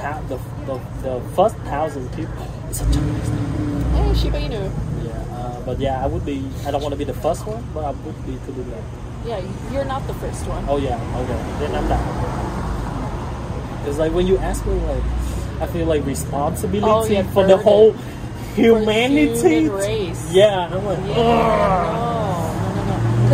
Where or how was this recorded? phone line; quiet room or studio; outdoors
outdoors